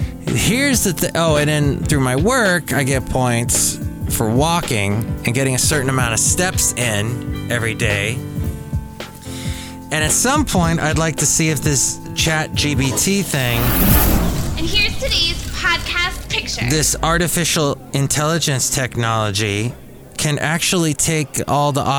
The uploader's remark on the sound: podcasts live from Cafe Anyway